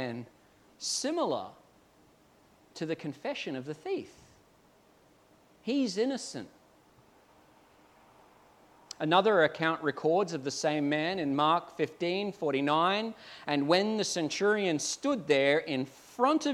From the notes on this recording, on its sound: At Clarence Valley Community Church. This sermon was preached at South Grafton.